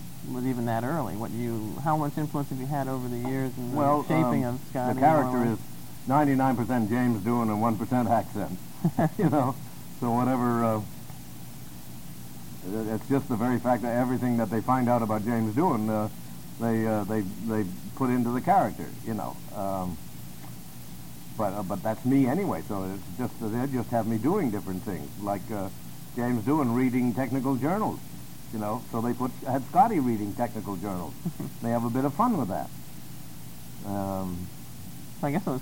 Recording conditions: poor sound quality